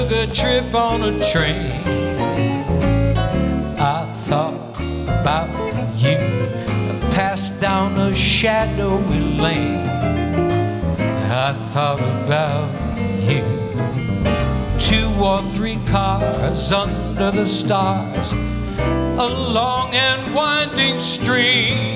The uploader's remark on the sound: Live at the SouthPoint Casino.